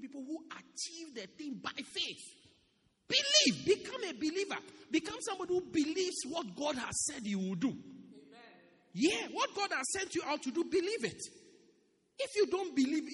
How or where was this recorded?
large echoing room